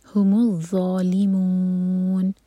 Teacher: زبان جو ہے اوپر والے دانت پر لگنی چاہیے اور منہ بھر کر پڑھا جائے گا